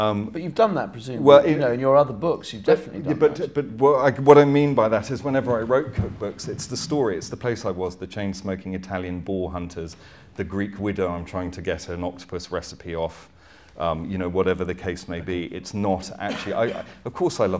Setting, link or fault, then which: setting, live audience